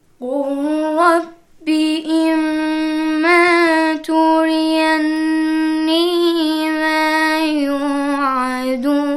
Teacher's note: إذن اللام تدغم في الراء، لا نقول قر قل، لا نقول قل ربي، وإنما نقول قل ربي.